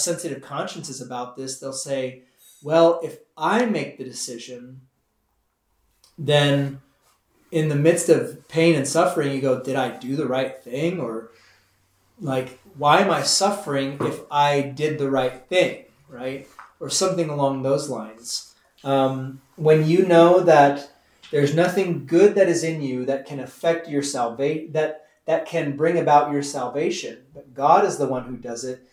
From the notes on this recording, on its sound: This is the audio from the 10am class we hold on Wednesdays. If you are in the Fredericksburg Texas area and would like to join us some time for Concord Class, we meet Wednesdays at 10am during the Lenten Season.